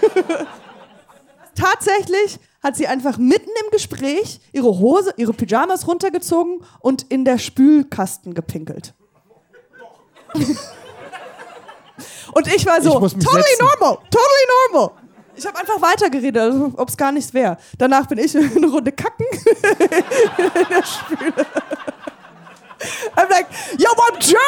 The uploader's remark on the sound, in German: Live in Hamburg. Live im Hamburg, der Opening Act des Schmidt Podcast-Festival: Podcast Schmodcast.